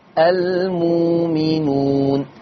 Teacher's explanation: تبدل الهمزة الساكنة بواو مادية